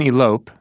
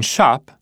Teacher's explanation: The O in elope sounds like O, and the O in shop sounds like ah.